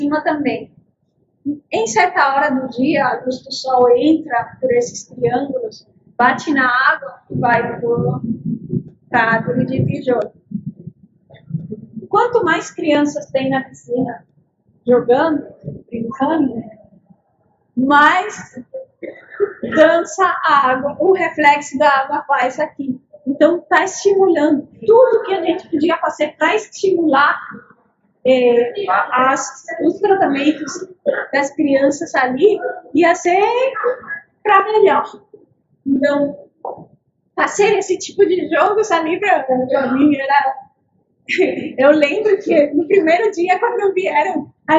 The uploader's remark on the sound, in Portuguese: Gravação da palestra presencial aberta e gratuita. Ocorreu no Mercado Público Municipal de Laguna. Após sua reinauguração, sendo o primeiro evento a ocorrer no mezanino, ainda sem funcionamento de energia elétrica ou mobiliário.